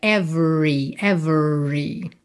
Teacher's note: lembra que o E do meio não é pronunciado. Então, você vai do V direto para o R. R enrolado da porta com a perna esquerda.